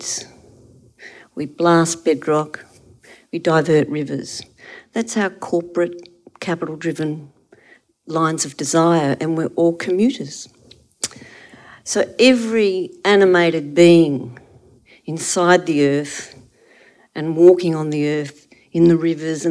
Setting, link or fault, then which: setting, live audience